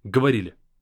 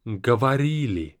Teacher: So you drag out the stressed vowels. · Shown in: second take